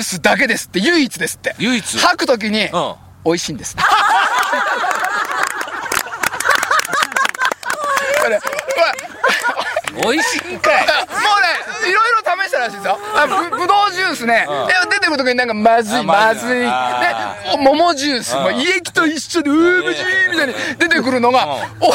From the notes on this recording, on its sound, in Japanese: 長野県ビーナスラインの霧ヶ峰高原にて。バイクツーリングをして青空対談収録を開催いたしました。